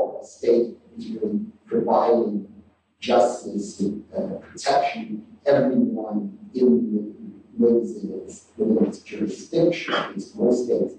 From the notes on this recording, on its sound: The current track has been improved with auto-processing; better audio track in preparation, with manually done tweaking… will replace the current track when ready. This lecture is from the 2008 meeting of the Property and Freedom Society.